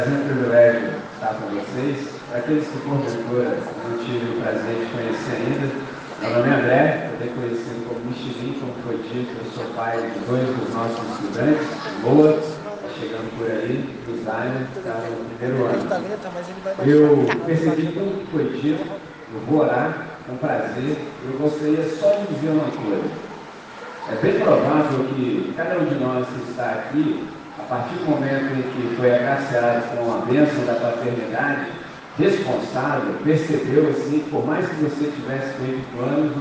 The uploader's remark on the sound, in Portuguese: Gravado em 19 de Agosto de 2023 com os pais dos estudantes dos anos iniciais do Colégio Batista Brasil unidade Volta Redonda, RJ.